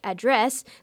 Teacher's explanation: if the stress is on the second syllable, like address, the word is a verb.